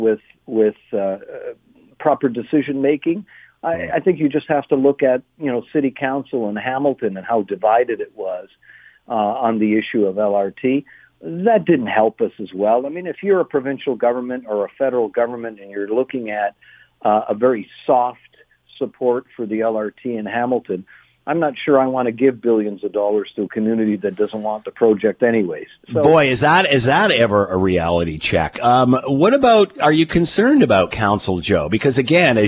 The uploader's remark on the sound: Opened the phone lines to find out what the people of Hamilton had to say about the LRT news.